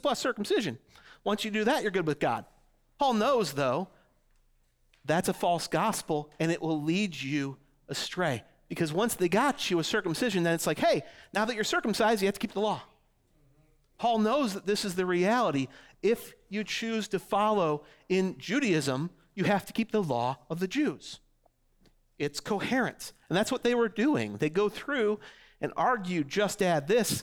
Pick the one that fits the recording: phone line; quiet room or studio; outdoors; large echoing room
large echoing room